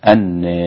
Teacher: كلمة أن أمالها حمزة والكسائي وخلف · Term: الإمالة